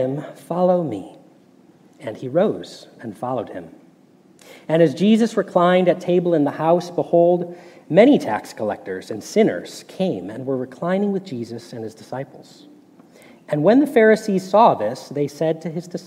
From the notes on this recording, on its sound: Message Preached at Valley Creek Church